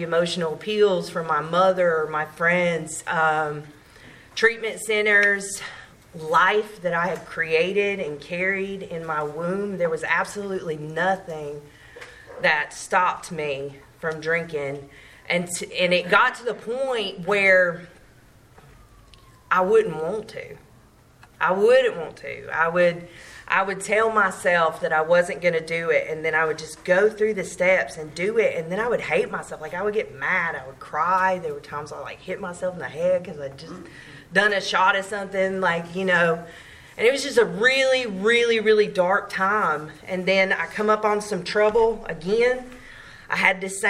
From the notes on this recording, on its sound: From Clayton NC tells her story at the There is a Solution Group on October 5, 2023.